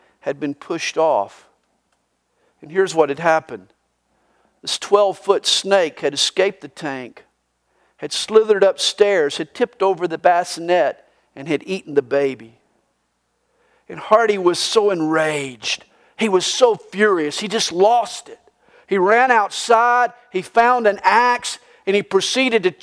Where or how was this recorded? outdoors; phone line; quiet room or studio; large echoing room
large echoing room